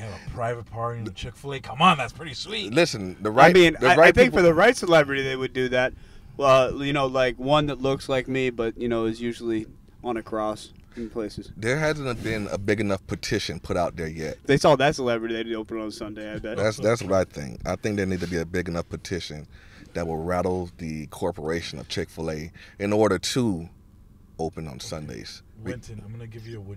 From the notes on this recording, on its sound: Recorded at Thank You Miami